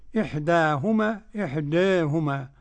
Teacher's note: قرأ ورش بالفتح والتقليل